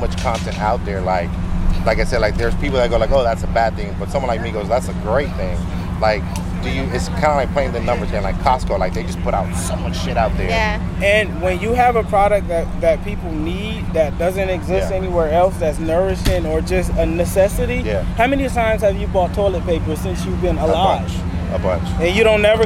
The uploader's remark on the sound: Excuse the sound we were outside at the the SOL BLUME FESTIVAL.